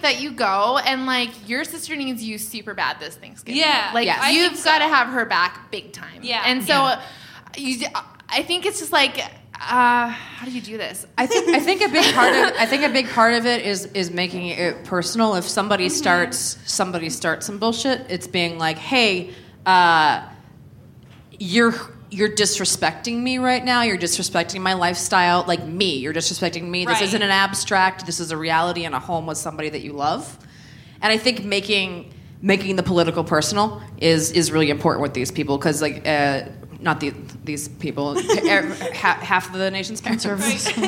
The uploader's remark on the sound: The ladies are live from Chicago's Promontory Theater for the Chicago Podcast Festival.